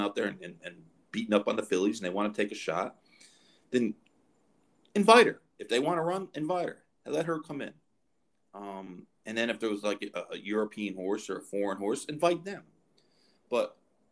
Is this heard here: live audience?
no